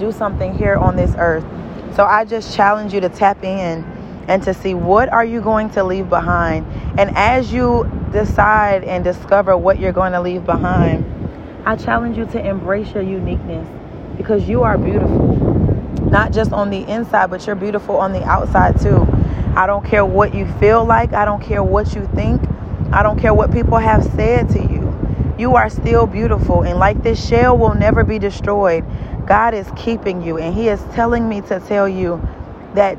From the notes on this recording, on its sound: In this episode, I was walking on the beach. Excuse the background noise.